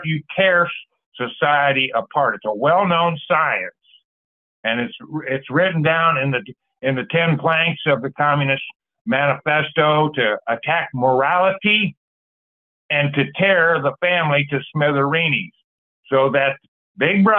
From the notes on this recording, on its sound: Call In Bible Study